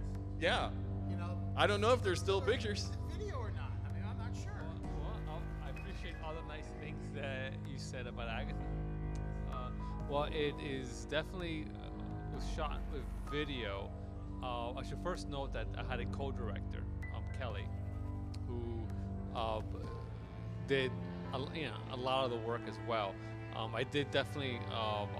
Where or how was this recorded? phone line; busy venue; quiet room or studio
busy venue